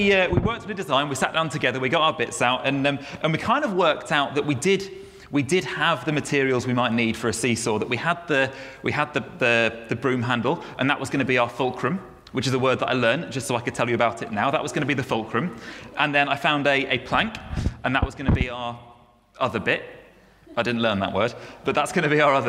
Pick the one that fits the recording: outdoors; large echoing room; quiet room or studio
large echoing room